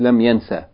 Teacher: the long vowel is shortened by the deletion of the weak letter